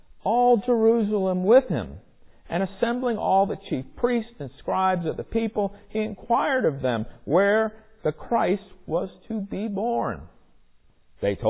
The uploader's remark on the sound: Recorded in the sanctuary of MPPC